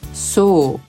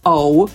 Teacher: to słowo zostało wymówione jako su, czyli przez jedną samogłoskę, nie ou, tylko u. · Shown in: first take · To jest takie bardzo przymknięte o.